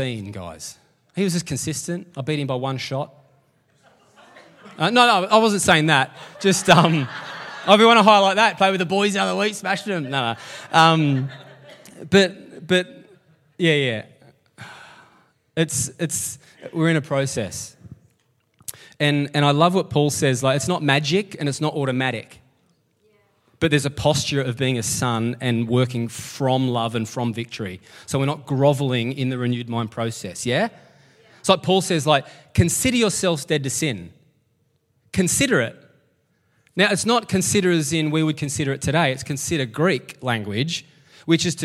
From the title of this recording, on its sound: LIVE at Echo Church